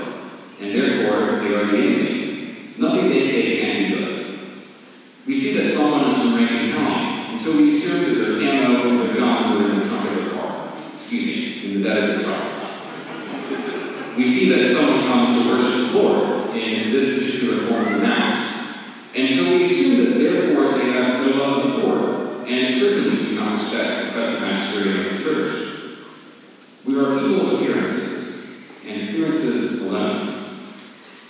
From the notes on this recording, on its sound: Not the best quality recording. I failed to turn my recorder on, so I ripped this from the video.